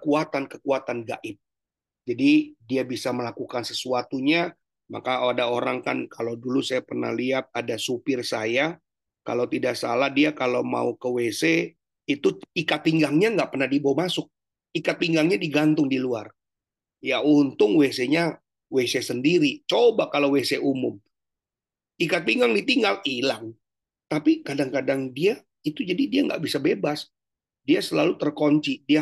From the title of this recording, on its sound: Zoominar